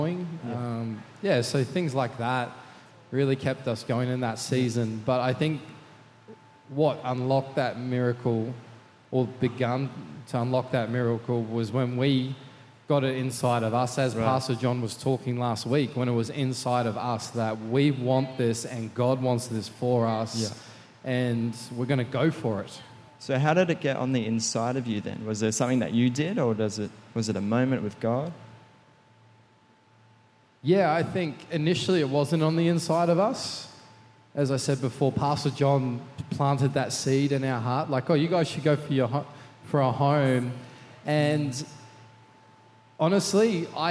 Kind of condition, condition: setting, large echoing room